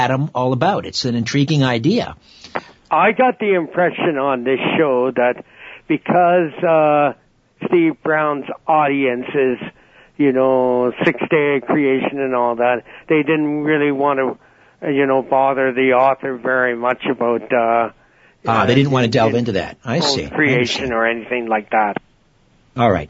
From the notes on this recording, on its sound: Open Phones. Opens the phones for listeners to offer their predictions for 2020 and beyond.